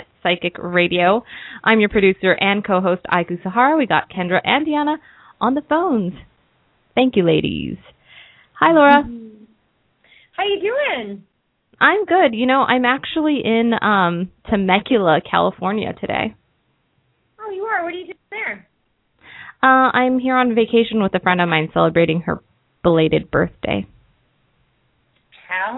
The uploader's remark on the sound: open up the lines for listeners to call